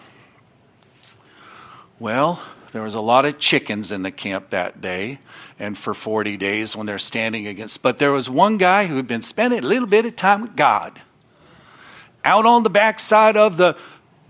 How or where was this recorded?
large echoing room